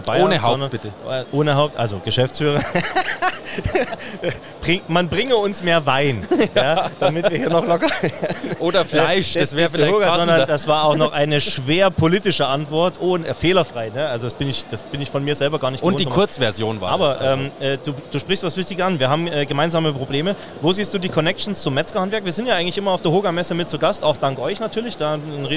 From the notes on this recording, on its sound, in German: Im Rahmen der Hoga-Messe in Nürnberg